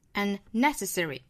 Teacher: 注意这个 unnecessary 这个单词的重读呢是在第二个音节